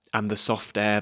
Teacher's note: That's the first one where the rhythm falls away. We have two unstressed syllables, and then two stressed ones, soft air.